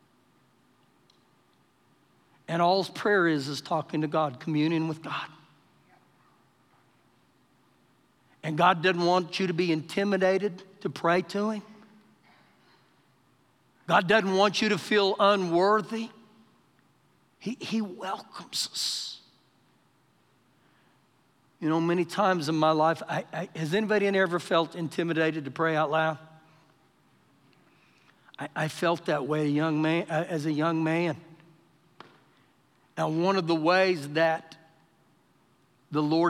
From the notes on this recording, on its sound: Recorded live during our Wednesday night service